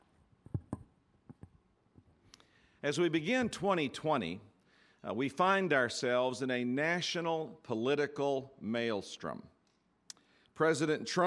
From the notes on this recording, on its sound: It was recorded live during the first chapel of spring 2020.